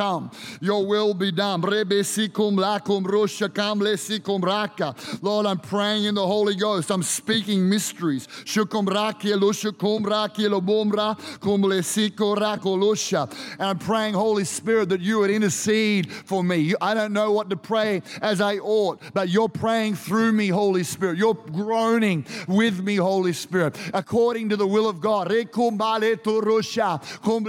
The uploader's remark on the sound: Recorded during our 5pm service on Sunday, the 21st of May 2023